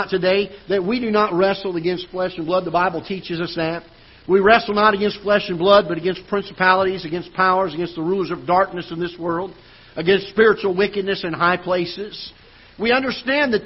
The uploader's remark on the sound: Ketha Heights Baptist Church ~ Live Broadcast.